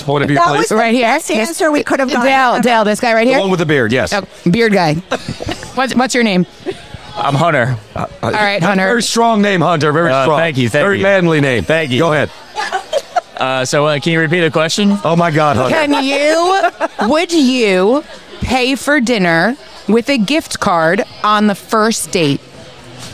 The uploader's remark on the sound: Recorded at American Social Las Olas